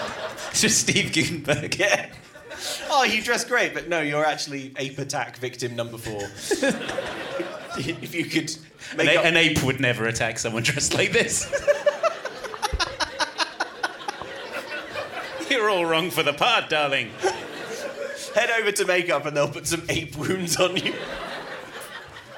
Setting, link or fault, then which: setting, live audience